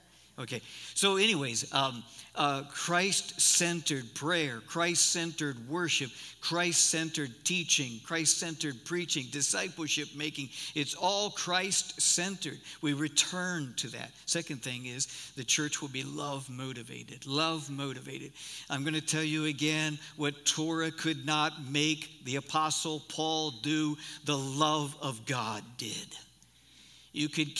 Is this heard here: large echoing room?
yes